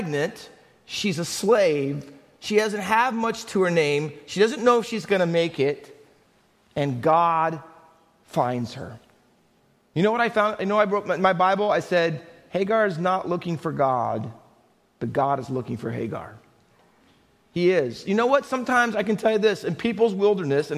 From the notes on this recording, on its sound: Faith Baptist Church in Hamilton, NJ.